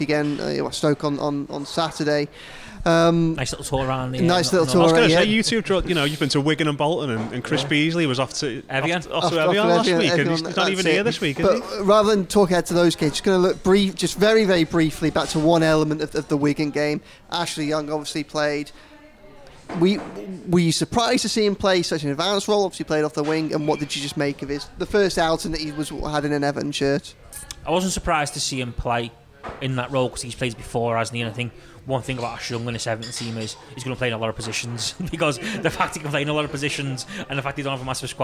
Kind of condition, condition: setting, busy venue